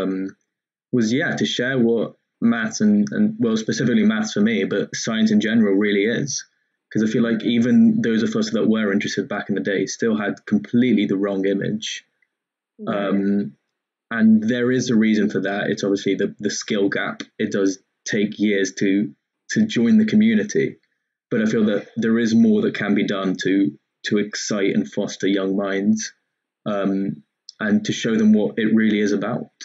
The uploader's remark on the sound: Please forgive our many errors, technical wrongs, awkwardness as it is our first one.